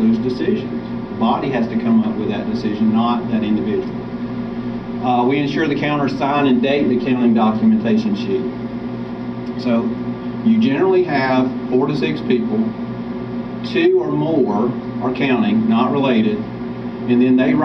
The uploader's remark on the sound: Jonesboro Breakout Session 3. Some audio quality issues.